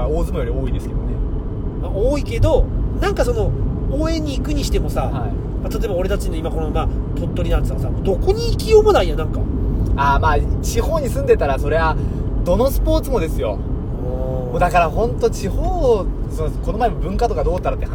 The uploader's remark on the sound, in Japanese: 仕事終わりに営業車の中にこもって